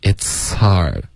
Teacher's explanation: 这个 h 的音就有一点听不见了 · Term: 连着发